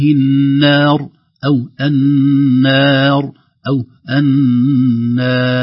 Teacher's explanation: عند الوقف وكذلك في الوصل، فيقول جزاء أعداء الله النار، النار، النون حرف مرقق ويتبعه حرف المد أيضا سواء مددنا حركتين أو أربع أو ست · Term: الترقيق